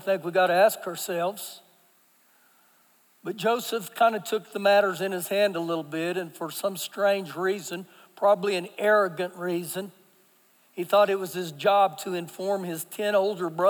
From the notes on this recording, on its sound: Recorded live during our Sunday Morning service